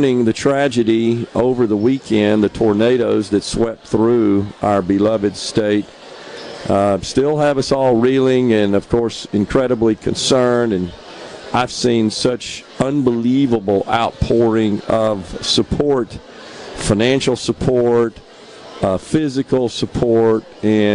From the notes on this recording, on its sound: LIVE from The Communiversity in Columbus working with the Governor's Job Fair network for the Lowndes County Job Fair.